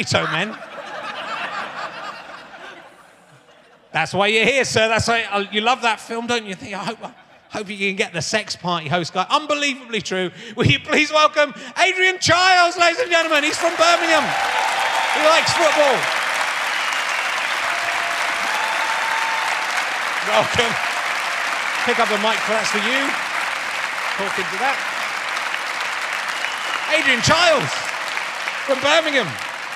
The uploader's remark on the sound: RHLSTP comes to Birmingham Town Hall. With over 1000 people in attendance.